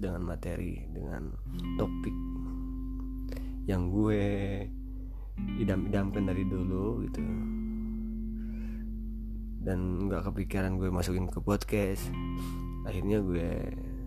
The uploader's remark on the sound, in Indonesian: Mohon maaf juga gw lagi flu sehingga ada suara2 yang mengganggu di telinga kalian. Karena gw record ini tanpa teks.